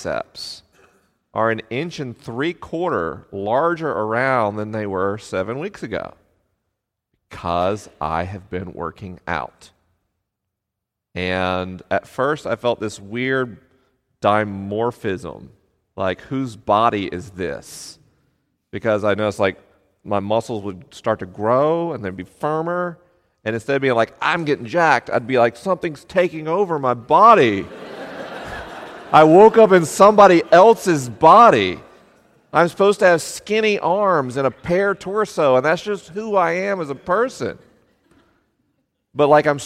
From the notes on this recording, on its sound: LIVE in Chapel Hill, NC. This episode was recorded in Chapel Hill, NC with a live audience.